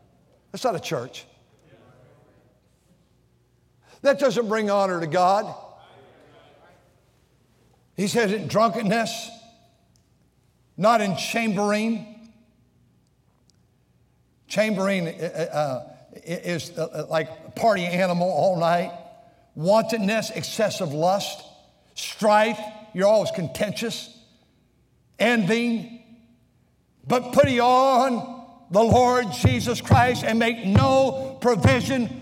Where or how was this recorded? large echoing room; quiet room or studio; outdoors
large echoing room